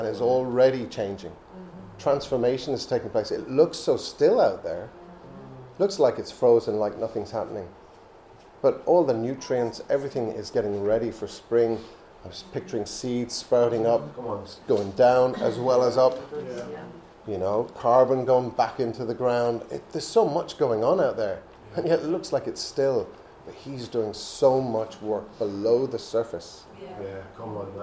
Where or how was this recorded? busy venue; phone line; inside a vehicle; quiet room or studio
busy venue